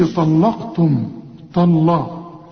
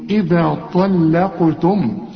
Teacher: اللام زي ما انا قلت لك في اول الشريط مرققة، الطاء مفخمة، القاف مفخمة · Shown in: second take